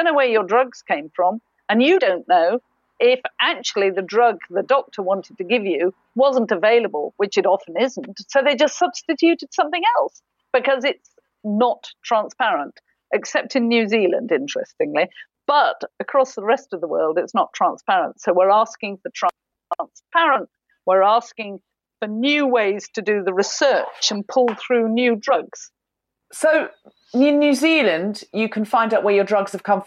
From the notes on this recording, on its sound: Via Zoom.